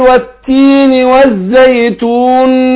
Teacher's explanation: انت النون ساكنة وانت اعطيتها غنة وده لحن كأنه مشددة وده غلط. يبقى انا اظهر النون لكن ما اديلهاش حركة اكتر من الحركة الطبيعية بتاعتها.